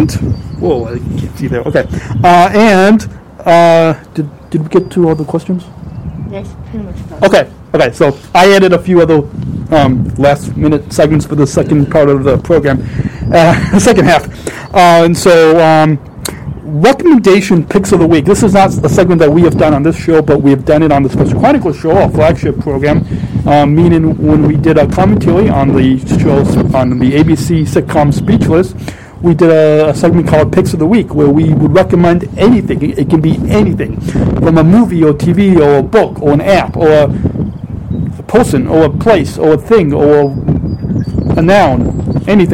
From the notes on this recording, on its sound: Recorded LIVE From Salt Creek Trail